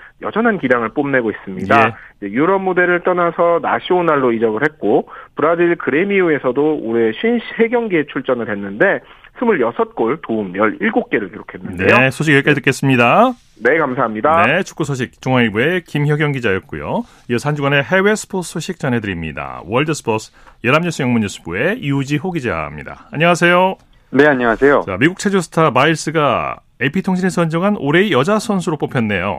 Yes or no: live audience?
no